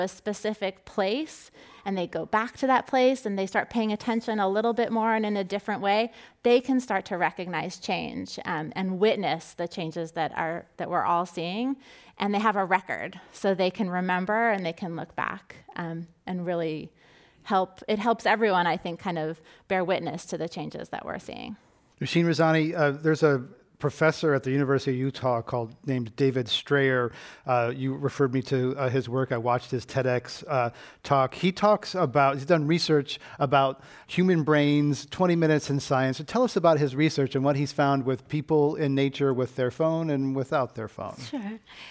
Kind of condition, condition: setting, live audience